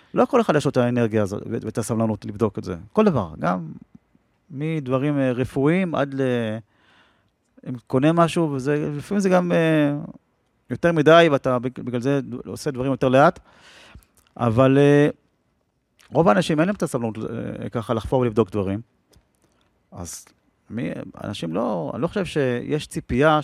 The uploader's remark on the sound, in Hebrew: שיחה פתוחה לתוך הלילה. צולם בחצר המפעל בירושלים.